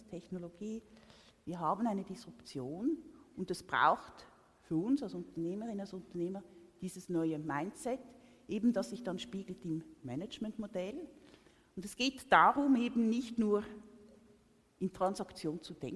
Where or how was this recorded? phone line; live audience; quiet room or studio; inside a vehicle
live audience